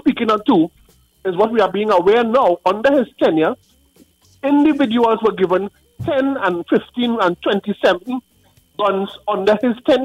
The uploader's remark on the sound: we take more calls from the audience